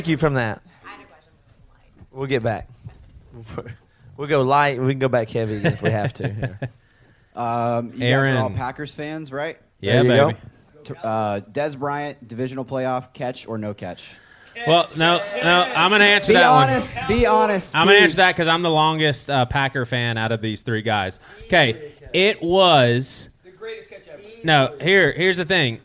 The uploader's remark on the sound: We’re live in Jacksonville